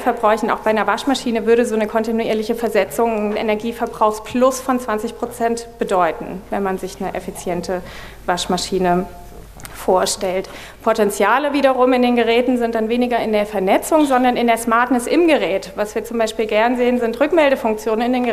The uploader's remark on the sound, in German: wollen wir gemeinsam mit dem Publikum diskutieren